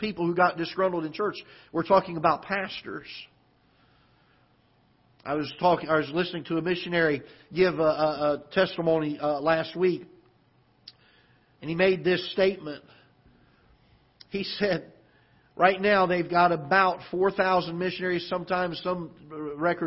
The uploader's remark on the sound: Ketha Heights Baptist Church ~ Live Broadcast